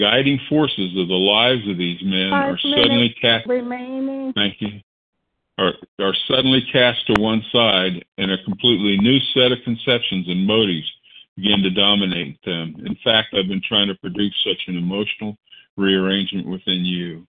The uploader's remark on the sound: 100 Pounders Phone Meeting